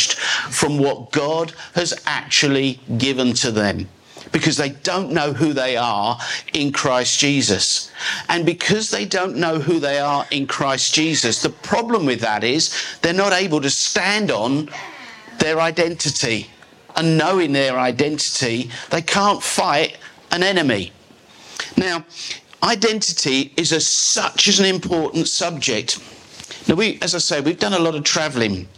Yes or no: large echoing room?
yes